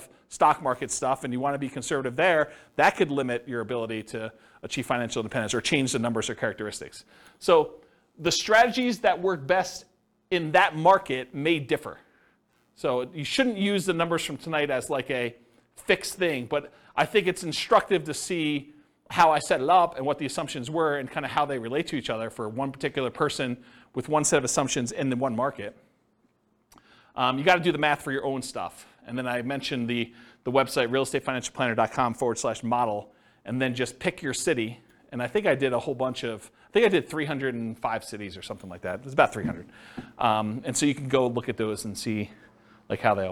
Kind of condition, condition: setting, live audience